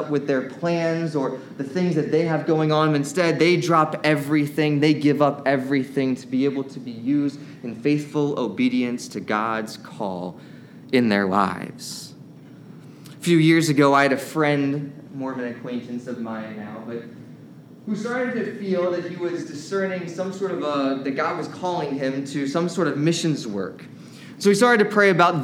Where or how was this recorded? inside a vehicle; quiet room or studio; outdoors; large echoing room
large echoing room